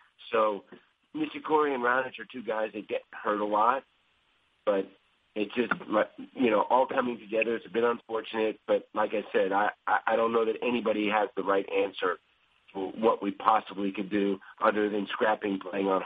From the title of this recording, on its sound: U.S. Open Conference Call